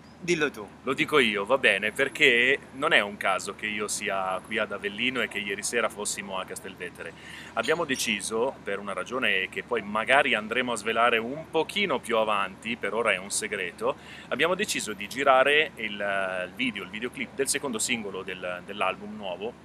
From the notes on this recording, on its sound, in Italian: Intervista sul palco del concerto di Avellino